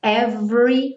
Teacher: como se fosse do V direto para o R